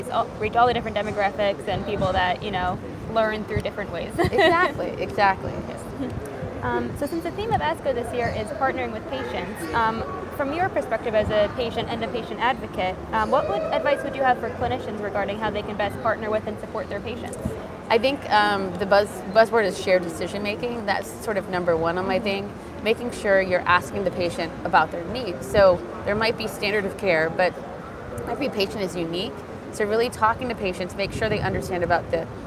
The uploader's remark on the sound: Live interview from the 2023 American Society of Clinical Oncology (ASCO) Annual Meeting.